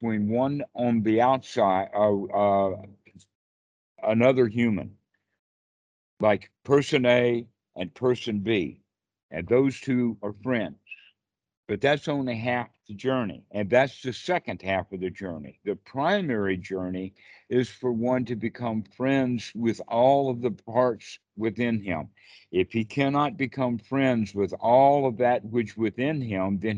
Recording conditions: video call